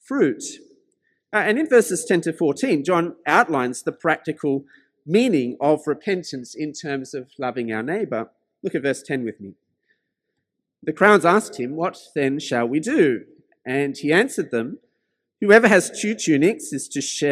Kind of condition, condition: setting, large echoing room